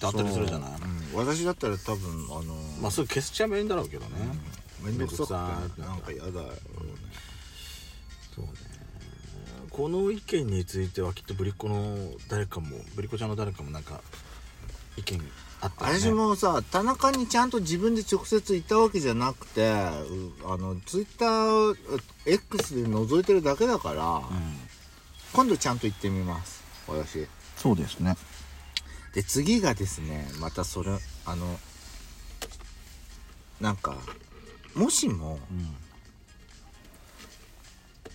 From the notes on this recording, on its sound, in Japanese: 2人組。パーキング収録。